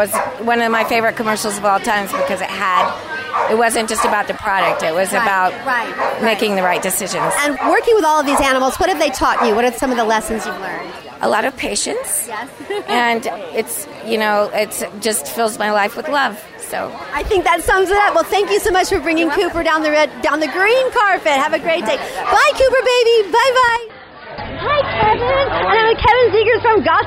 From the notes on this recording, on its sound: We Are Live on the Green Carpet! Live on the Green Carpet for the CW Television Network Special presenting the inaugural "World Dog Awards!".